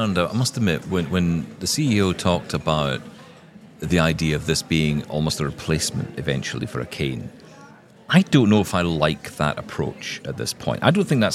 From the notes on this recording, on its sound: live from Vienna at the Zero Project Conference